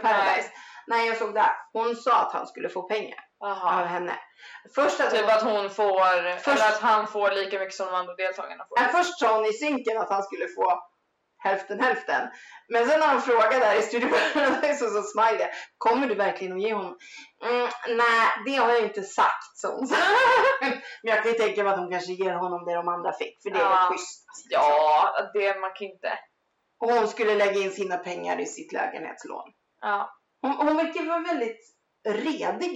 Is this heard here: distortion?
yes